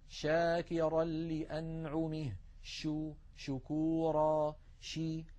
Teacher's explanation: فهكذا نجد بأن الشين لا ينقفل المخرج عند النطق بها، بل يبقى مفتوحا يمر منه الصوت